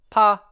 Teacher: one has pa, where the T is lost, but there's a high tone. That is one data point to suggest that maybe the loss of that T at the end brought about that high tone.